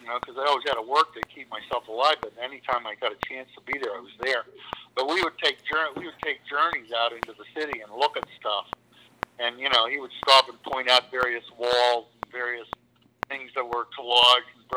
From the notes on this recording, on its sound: joined over the phone